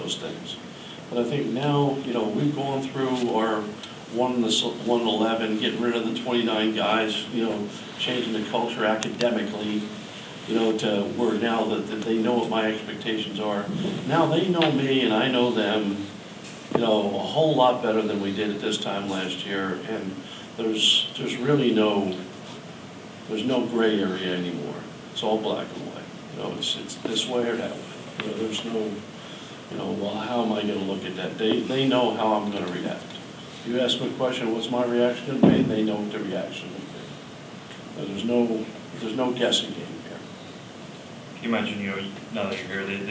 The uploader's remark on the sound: Tuesday's news conference at KU